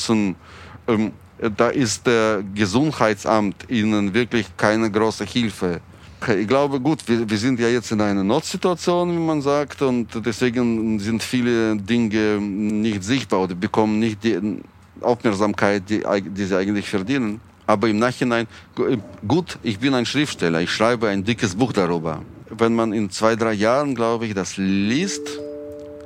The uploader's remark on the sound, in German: Die nicht im ICE, sondern in einer Regionalbahn aufgezeichnet wurde. Auf der Fahrt von Berlin-Gesundbrunnen nach Löwenberg.